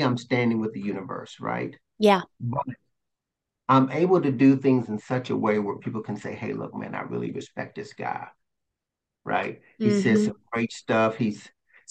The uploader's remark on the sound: I decided to record our Zoom convo